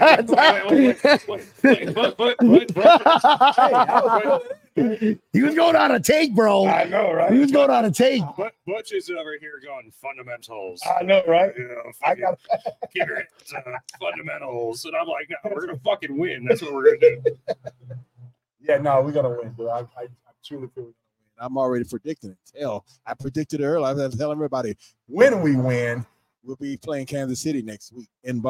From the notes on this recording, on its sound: Bills GameDay Tailgate. Live from Brendan's Sports Pub, home of South Florida Bills Backers!